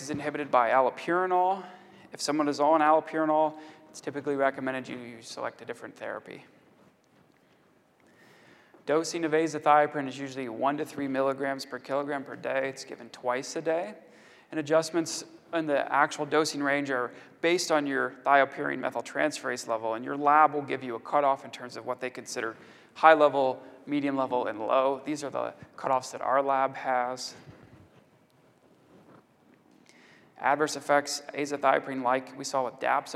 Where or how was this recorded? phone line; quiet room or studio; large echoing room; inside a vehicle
large echoing room